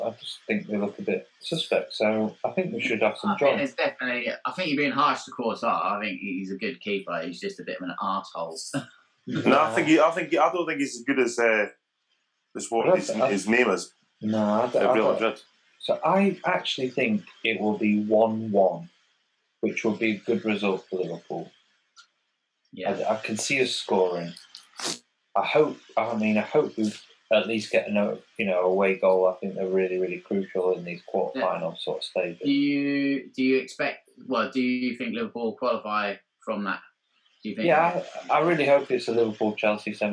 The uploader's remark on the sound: The Football Humans are back on Zoom.